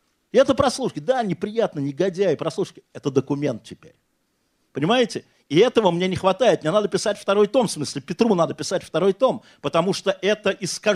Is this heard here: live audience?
yes